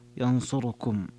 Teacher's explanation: ويظنون أنهم يقرؤون بقراءة حفص، فينصركم هكذا هي قراءة دوري أبي عمرو التي هي الاختلاس الاتيان بثلثي حركة الضمة التي على الراء